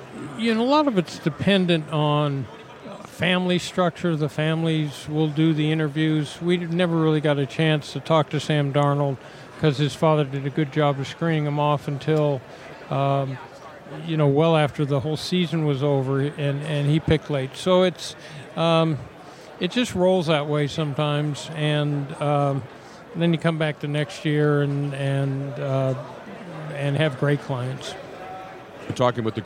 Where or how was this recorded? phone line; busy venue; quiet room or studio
busy venue